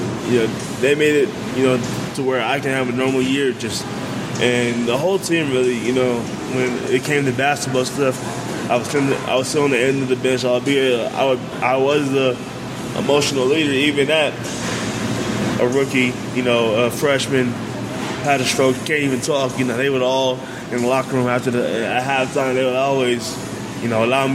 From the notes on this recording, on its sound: which was recorded at GQue BBQ